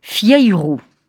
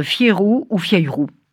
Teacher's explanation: Il s'agit là de voyelles qui contiennent, dans une seule émission de voix, deux ou trois modulations. Elles sont très difficiles à prononcer pour une personne qui ne les a ni dans l'oreille ni dans la bouche.